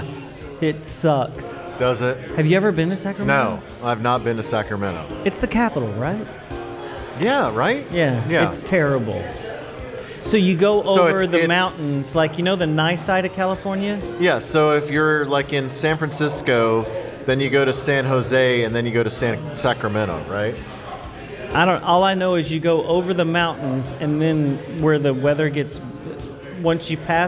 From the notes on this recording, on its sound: It’s our 6th anniversary show, recorded live at the Deep Ellum Brewing Taphouse!